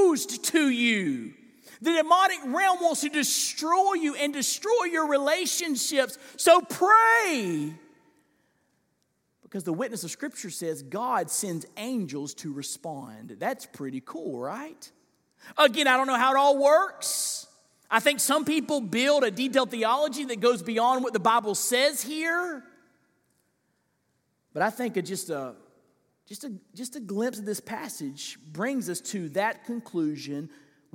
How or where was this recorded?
large echoing room